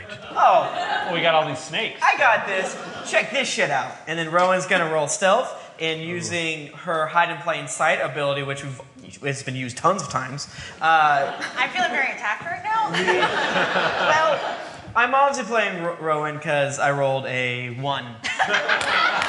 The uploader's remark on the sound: We recorded this episode live from the Lincoln Theater in Columbus Ohio! We had such a wonderful time in an honest to goodness theater. The staff even helped us with fancy lav mics!!